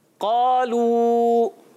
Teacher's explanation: قاف کو موٹا رکھنا ہے، حرف مستعلیہ میں سے استعلاء یعنی بلندی چاہنا.